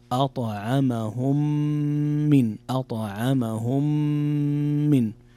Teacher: هنا إدغام متماثلين صغير إدغام شفوي، يقرأ أطعمهم من أطعمهم من، فيه غنة بمقدار 2 حركات